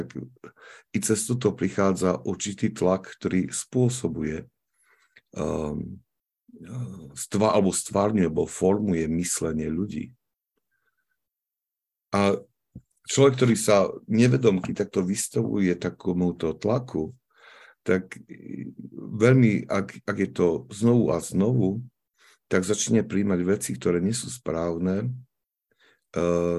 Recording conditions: video call